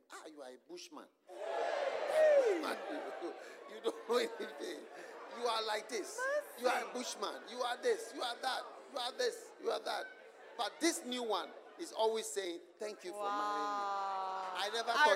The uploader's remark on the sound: Preached at the Use It or Lose It Camp, USA.